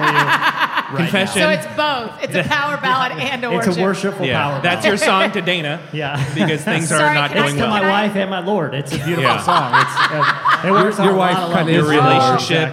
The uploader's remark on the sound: For our live taping of the RELEVANT podcast’s 600th episode